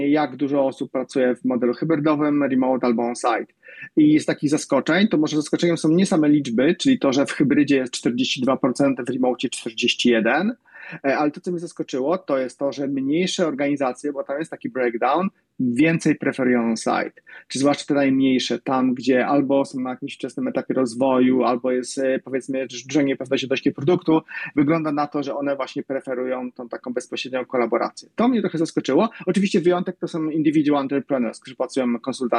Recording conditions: video call